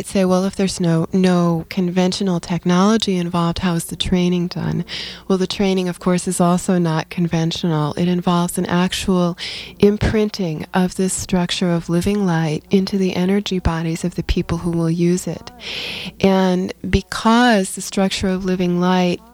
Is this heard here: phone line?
no